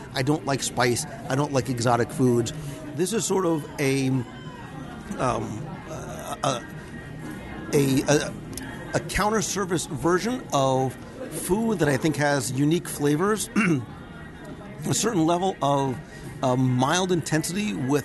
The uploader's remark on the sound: This week, we travel to Disney’s Animal Kingdom Lodge, where we seek out one of those often overlooked dining locations. LIVE at The Mara, the counter service location at Jambo House.